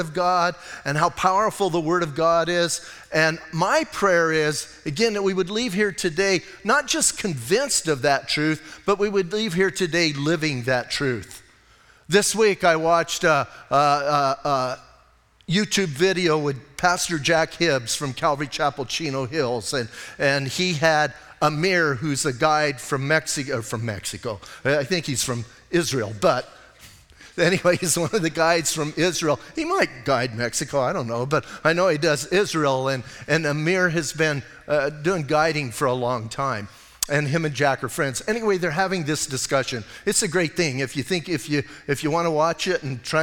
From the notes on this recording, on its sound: Audio messages from Calvary Chapel in Sierra Vista